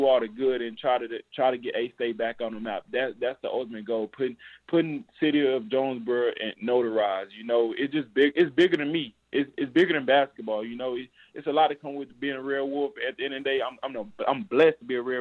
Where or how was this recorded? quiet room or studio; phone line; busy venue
phone line